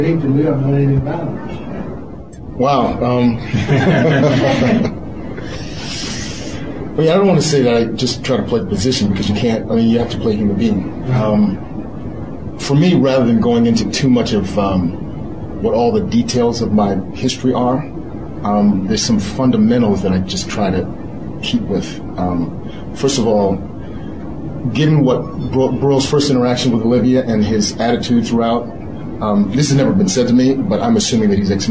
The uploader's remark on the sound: From New York Comic Con in 2009 , I attended a press conference